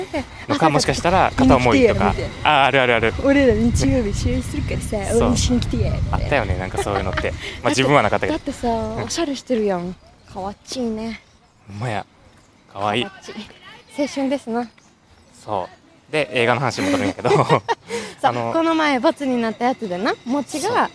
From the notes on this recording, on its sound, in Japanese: 初めての野外収録！撮影場所を探し練り歩く2人。今回は初めての野外収録。聞きづらい点もあるかと思いますが。